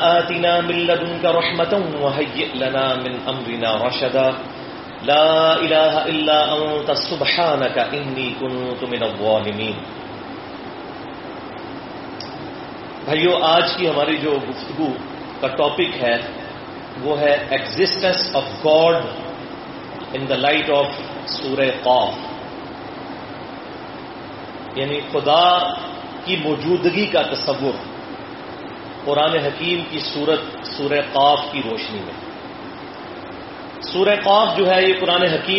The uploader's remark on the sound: Audio Recorded in Quaid-e-Azam University Islamabad on 19-May-2016